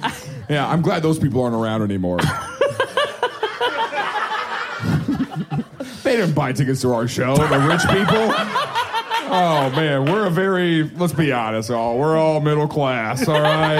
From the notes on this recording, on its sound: Filmed live with an audience at the Rino in Kansas City, MO on October 30th, 2021. This episode of the Things I Learned Last Night Podcast was filmed live with an audience at the Rino in Kansas City, MO.